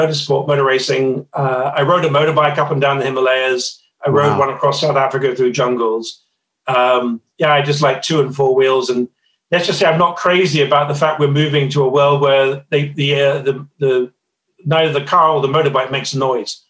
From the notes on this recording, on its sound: this episode was first recorded as a webinar in Feb 2021 and converted to a podcast so we could all enjoy it away from our screens